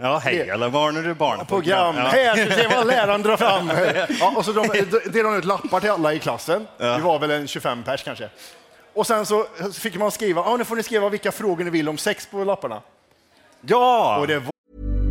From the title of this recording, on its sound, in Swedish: Live från Poddfest 2023